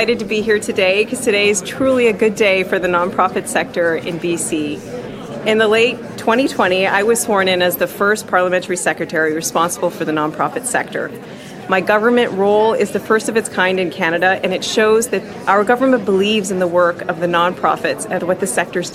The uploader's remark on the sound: Media conference announcing funding for BC nonprofits.